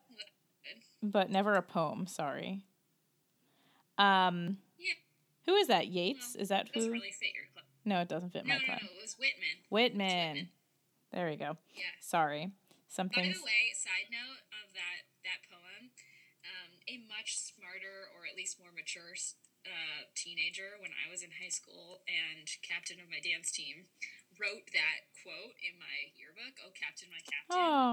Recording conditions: poor sound quality